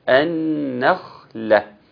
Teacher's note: لأن النون مرققة والخاء مفخمة، فبالتالي الخاء أعلى وأقوى، هتشد النون وهتطلع النخلة.